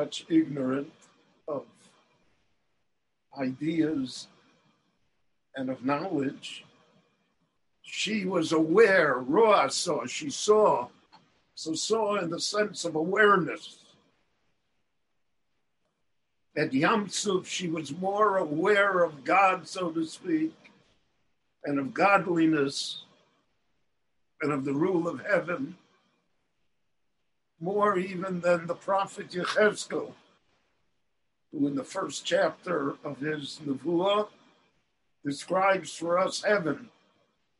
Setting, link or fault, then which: link, video call